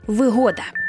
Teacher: Отже, якщо йдеться про зручність у чомусь, сприятливі умови чи обладнання, річ і таке інше, що створюють певні зручності для людини в побуті, це вигода з упевненим наголосом на другий склад